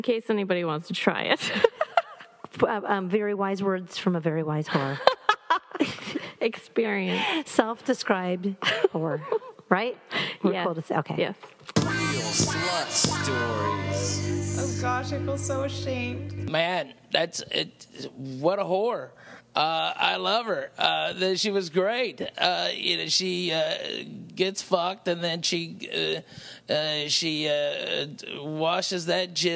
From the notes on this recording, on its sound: live from Mercy Lounge